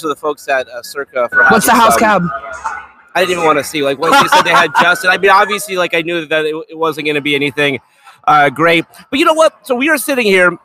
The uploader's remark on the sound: LIVE in Las Vegas from Circa Sports